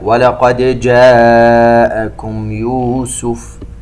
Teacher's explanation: نقلقل الدال ولقد ونظهر هذه الدال ولا نضغمها في الجيم، وبعد ذلك عندنا مد متصل يمد بمقدار 4 حركات في كلمة جاءكم، ومن ثم ميم ساكنة بعدها حرف الياء إظهار شفوي من قابل، نون ساكنة وبعدها حرف القاف إخفاء.